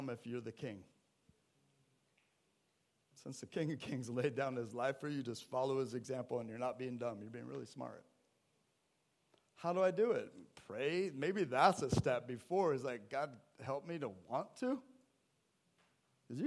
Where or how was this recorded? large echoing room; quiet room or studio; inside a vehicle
large echoing room